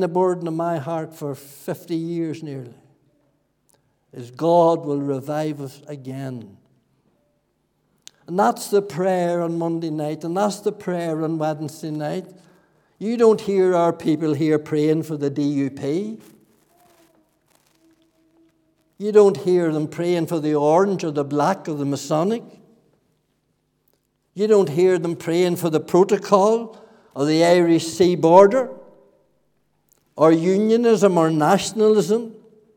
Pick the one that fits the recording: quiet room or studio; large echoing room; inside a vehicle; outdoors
large echoing room